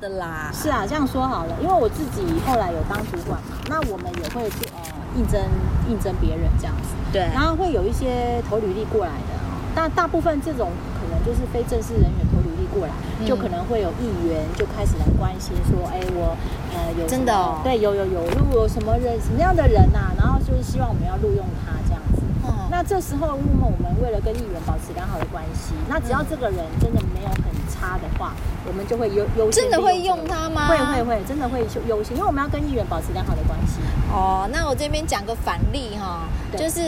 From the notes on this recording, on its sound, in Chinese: 第3及第4集是普度後在戶外錄音，背景音有很多風聲，請想像是跟著我們一起在公園聊天的感覺吧。